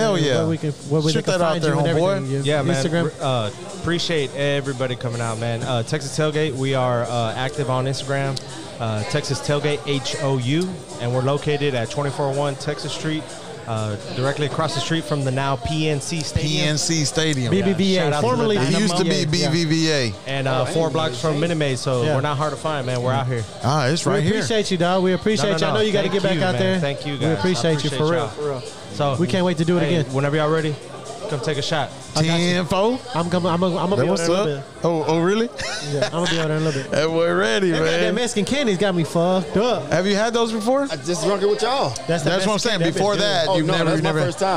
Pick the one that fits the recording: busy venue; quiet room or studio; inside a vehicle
busy venue